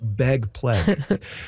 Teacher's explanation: among some speakers, particularly notable in Vancouver and Seattle and maybe a little bit of Portland, ags are turning into eggs · Term: pre-G merger